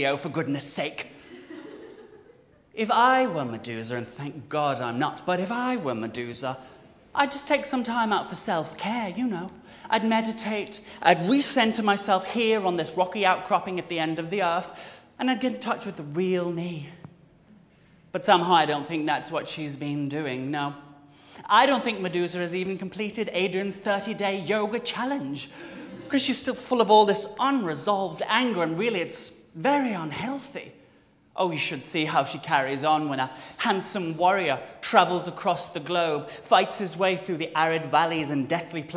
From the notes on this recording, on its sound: The audio is live and unedited so forgive the occasional slippages with the vol-au-vents, won’t you? With thanks to The Yard (London).